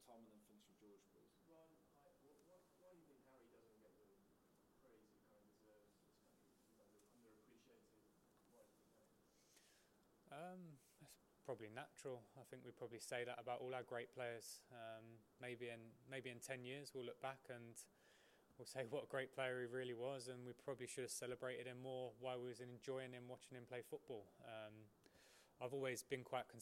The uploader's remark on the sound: PRESS CONFERENCE